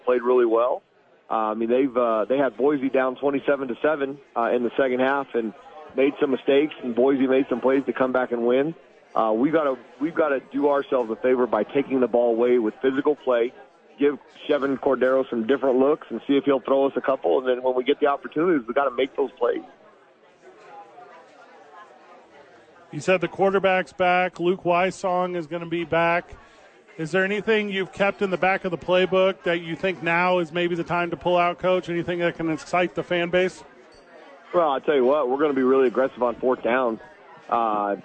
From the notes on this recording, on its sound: Live at Sadies.